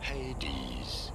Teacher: You do want to stress on the first syllable, the hey syllable. Hades. Hades.